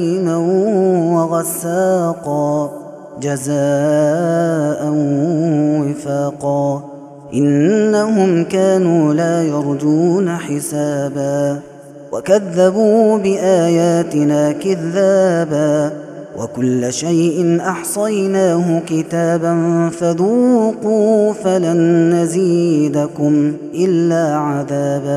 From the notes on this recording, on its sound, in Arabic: هذا التسجيل من صلاة التراويح